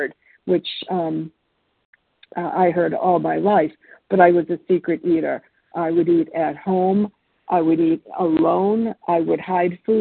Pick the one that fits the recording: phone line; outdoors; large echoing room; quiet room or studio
phone line